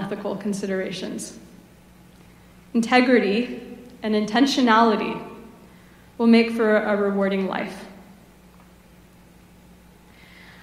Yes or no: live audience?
yes